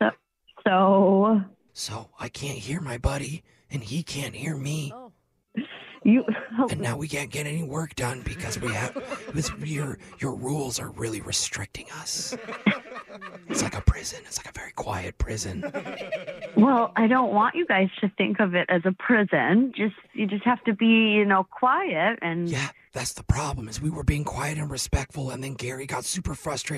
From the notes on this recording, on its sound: In today’s new Phone Tap, we call a librarian